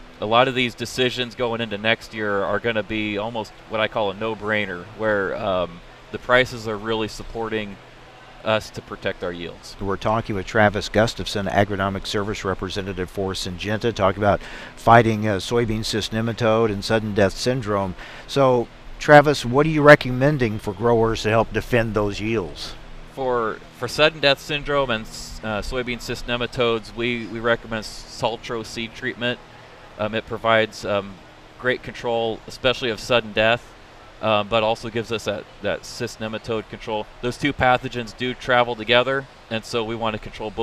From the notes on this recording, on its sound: reports live from the Syngenta tent at Husker Harvest Days in Grand Island, Nebraska!